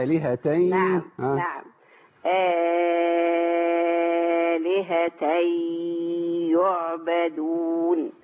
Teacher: احنا دخلنا في خلف عن حمزة بقى نبين الغنة